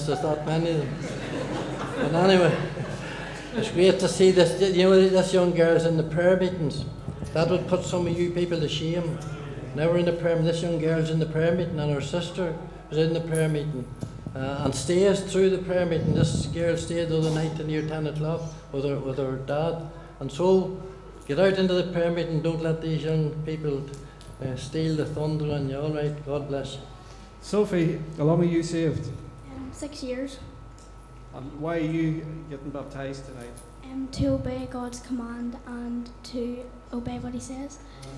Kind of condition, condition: setting, large echoing room